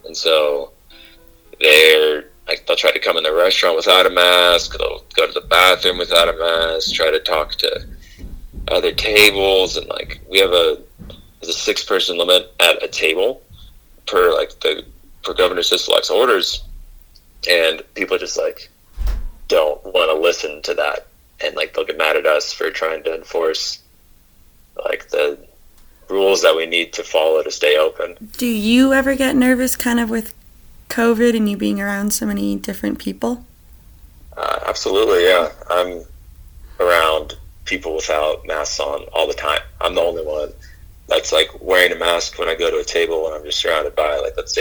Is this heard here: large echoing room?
no